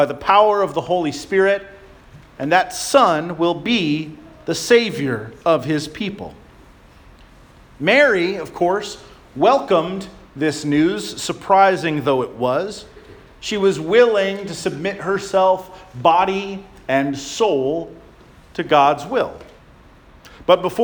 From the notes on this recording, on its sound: Charles Anglican Cathedral, Bremerton, WA.